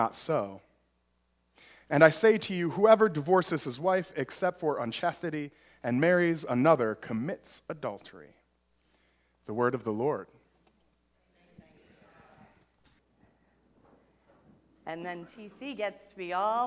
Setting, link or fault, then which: setting, large echoing room